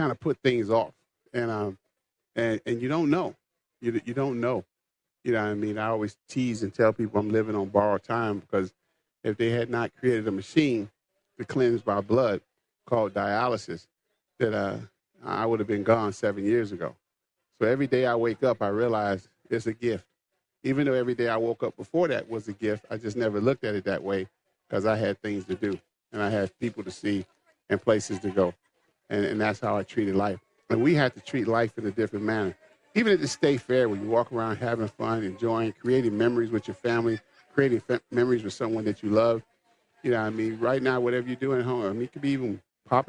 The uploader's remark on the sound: LIVE from the MN State Fair